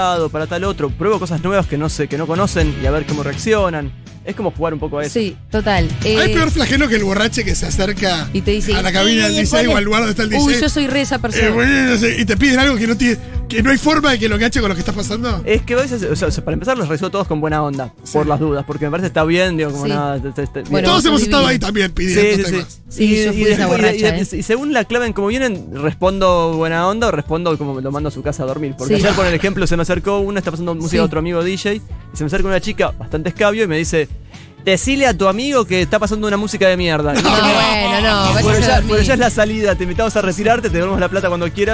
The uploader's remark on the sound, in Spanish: en vivo manijeando la FIESTA FERVOR | #Segurola